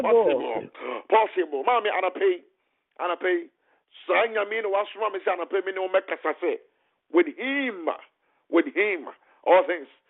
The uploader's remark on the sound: Conference Call.